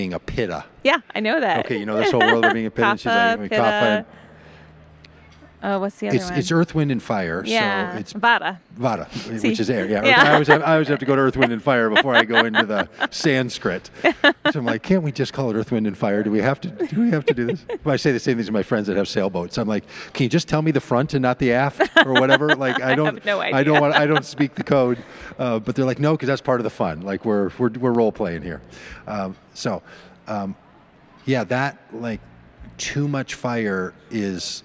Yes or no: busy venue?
yes